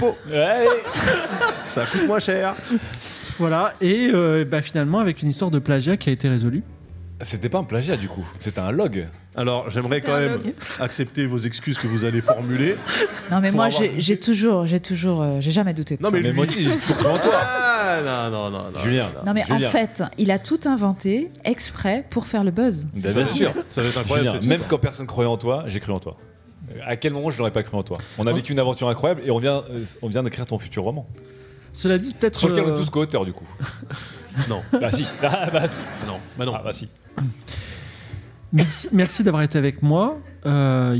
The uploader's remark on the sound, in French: Une aventure Game of Rôles dans le monde de l'édition enregistré en public à la BPI à Paris. Diffusé en direct sur Twitch et retransmis ici en podcast.